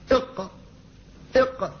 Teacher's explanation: هذا أول مخارج اللسان، فأول مخارج اللسان أصل اللسان، أصل اللسان فيه مخرج واحد وهو للقاف، فهي تخرج من آخر اللسان إلى فوقه، ولذلك هي قريبة من أحرف الحلق، تشابه أحرف الحلق إق إق، فهي قريبة من أحرف الحلق، ولذلك كانت في أقصى اللسان في آخر اللسان. · Term: القاف